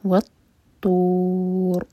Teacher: اینڈ میں را پر جب رکیں گے تو را ہیوی ہونا چاہیے کیونکہ را ساکن سے پہلے دومہ ہے